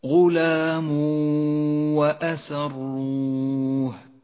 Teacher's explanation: ندغم التنوين بالواو فيسقط التنوين من اللفظ ولذلك هو رمادي اللون في مصحف التجويد. · الواو لونت بالأخضر لأنها تحتاج إلى غنة زمنها حركتان ولكن من غير تشديد للواو · Term: الإدغام بغنة